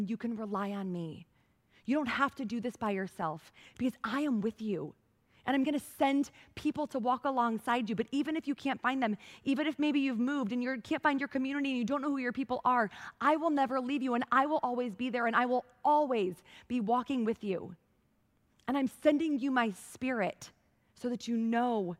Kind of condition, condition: setting, large echoing room